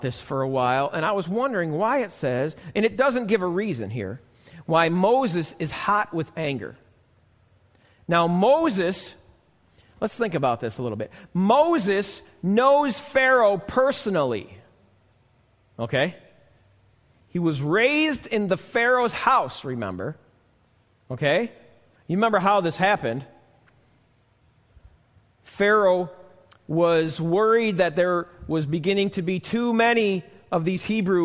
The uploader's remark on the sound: This message was recorded live at the Alabama Full Gospel Fellowship church in Medina, New York.